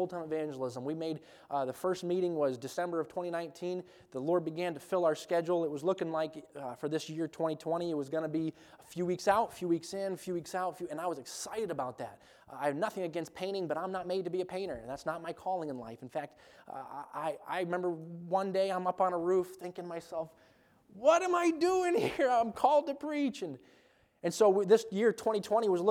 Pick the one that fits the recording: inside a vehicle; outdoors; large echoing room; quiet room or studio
large echoing room